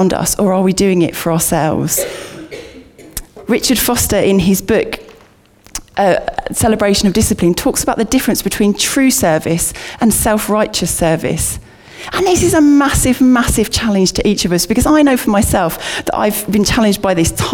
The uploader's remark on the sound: Recorded at Bournville gathering